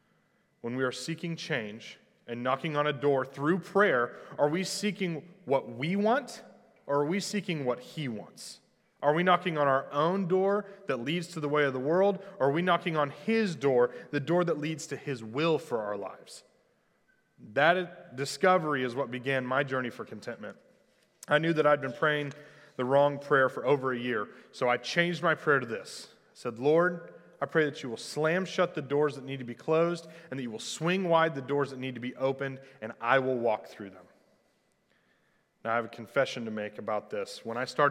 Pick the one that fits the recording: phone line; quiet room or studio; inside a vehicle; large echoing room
large echoing room